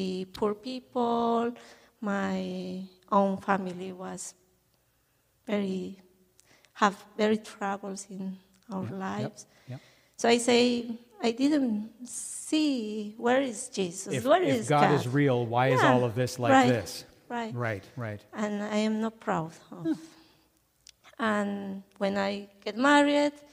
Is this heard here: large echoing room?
yes